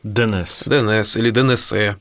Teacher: слово «днесь» в некоторых певческих произведениях произносится как «денесь».